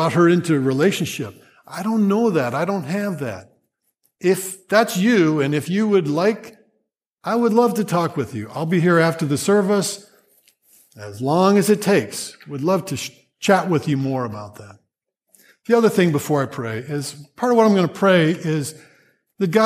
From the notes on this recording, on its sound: Grace Church Sermon Audio